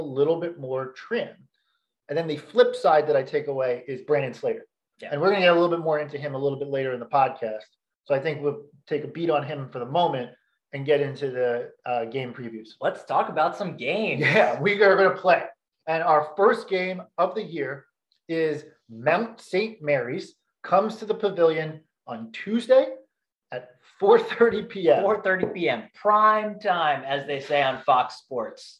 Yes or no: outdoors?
no